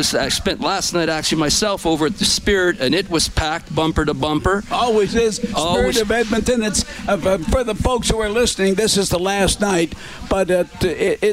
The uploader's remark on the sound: Broadcasts live from the 630 CHED Information Centre at the 2018 Grey Cup Festival for his annual preview show.